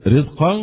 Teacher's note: يبقى هنا الراء متفق على ترقيقها ألا وهي الراء المكسورة في أول الكلمة، سواء في أول الكلمة أو في وسط الكلمة أو في آخر الكلمة، المهم الراء المكسورة.